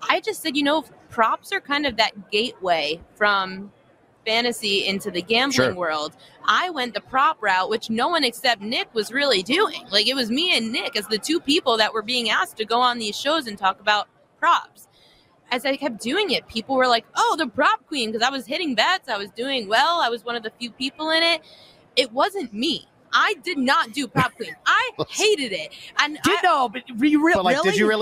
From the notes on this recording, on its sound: LIVE from Radio Row